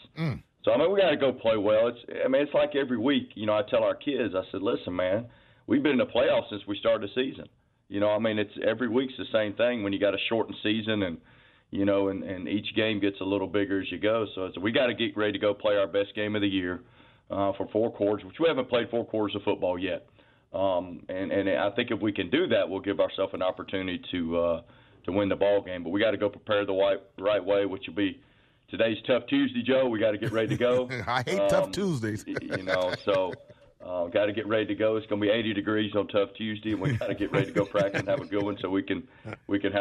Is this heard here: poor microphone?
no